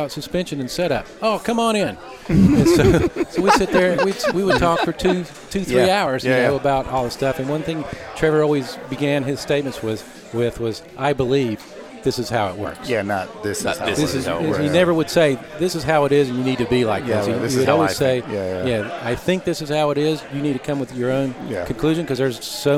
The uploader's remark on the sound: Lunch was served at Pacific Coast Grill in Cardiff, CA